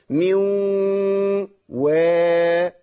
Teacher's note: بخلي الغنه ماشيه معايا في الواو